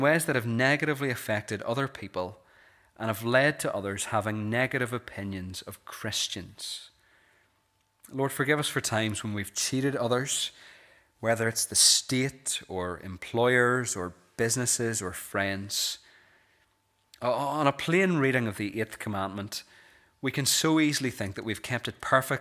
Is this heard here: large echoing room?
yes